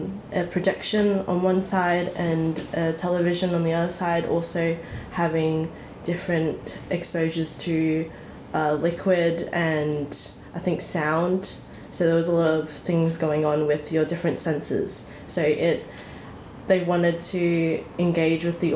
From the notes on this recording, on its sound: As this episode was recorded in my kitchen, there were some unavoidable background noises.